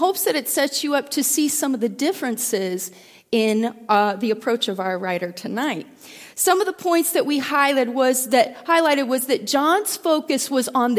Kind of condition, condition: setting, large echoing room